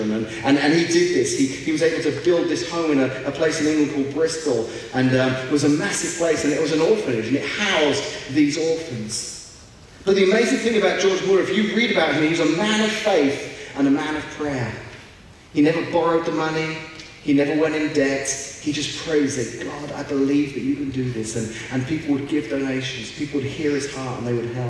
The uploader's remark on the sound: We apologize for the poor audio quality of this podcast